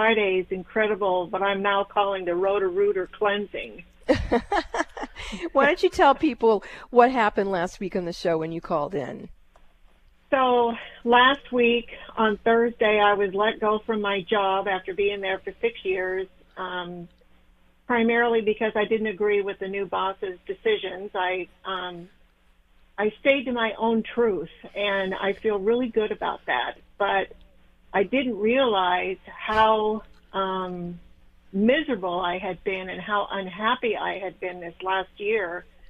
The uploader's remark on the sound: Best of Call-In Show Day!